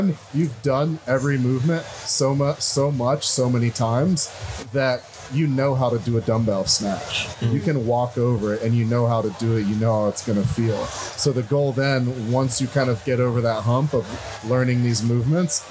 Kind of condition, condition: setting, busy venue